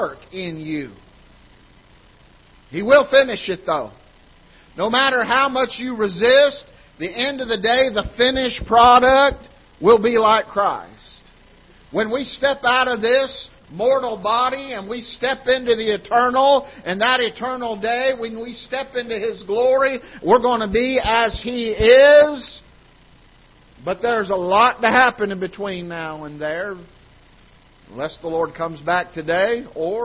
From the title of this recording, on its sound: Ketha Heights Baptist Church ~ Live Broadcast